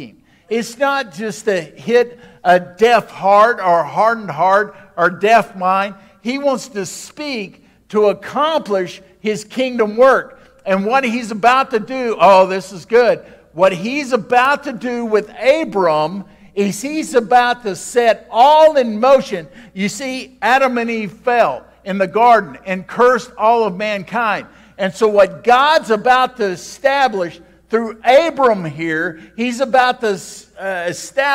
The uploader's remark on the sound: This podcast is an audio archive of our Sunday Morning sermons.